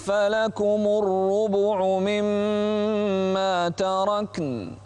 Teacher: انتبه إلى الإخفاء والضم على الباء في الربع